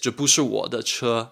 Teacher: Bu is fourth tone, but when we're following it with another fourth tone, bu has to change into second.